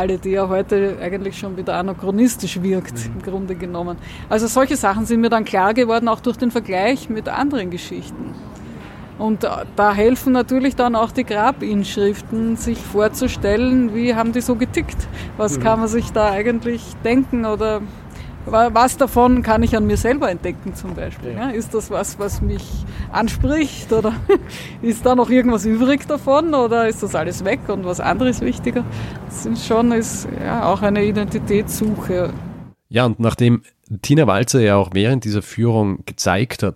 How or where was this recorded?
outdoors